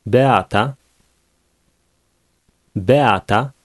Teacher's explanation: The vowels e and a will be pronounced separately.